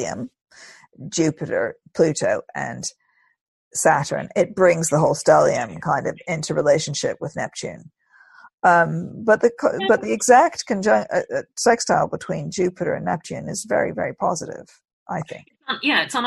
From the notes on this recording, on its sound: We're still recording our podcast over zoom from Oxford and Guildford so please excuse a few little glitches.